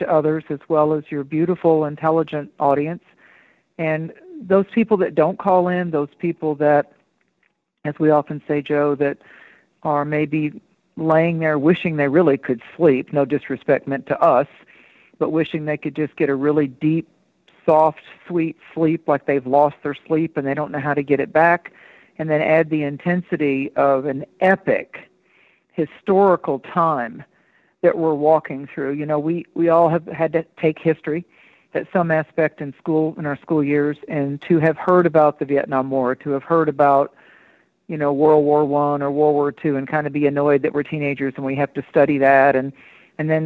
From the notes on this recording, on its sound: takes live calls